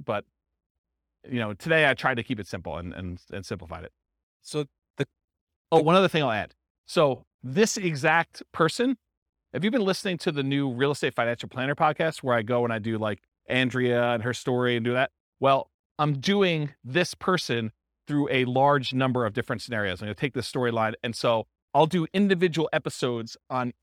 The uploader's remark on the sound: This was a live class recorded